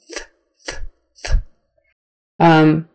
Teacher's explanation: So we have either the soft TH, which is with your tongue between your teeth, just very slightly, and blowing.